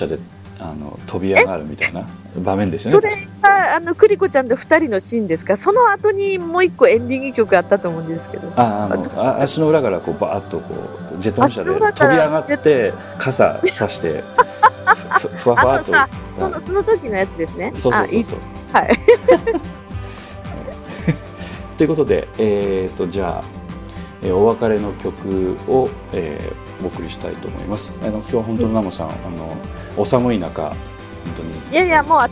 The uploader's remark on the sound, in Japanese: 車の中から告知する。富山の寒空の中、車中から、収録をしていただきました。